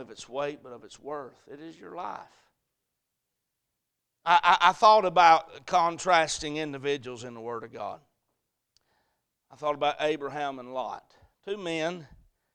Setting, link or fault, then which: setting, large echoing room